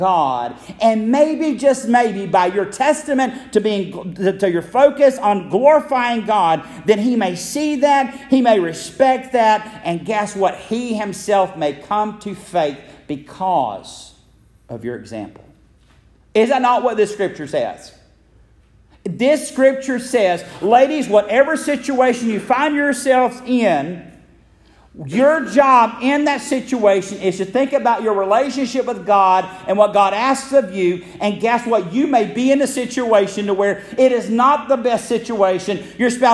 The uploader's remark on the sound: Message originally delivered at Friendship Baptist Church in Metcalf, GA.